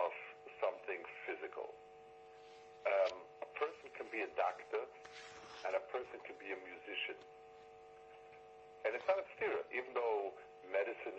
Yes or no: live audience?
no